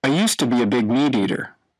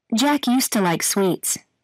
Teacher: Page 65 Pronunciation Sound Reduction Used to Notice how the pronunciation of to in used to changes to t in natural speech.